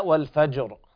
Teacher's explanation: لابد من بيان اللام، لام قمرية حكمها الإظهار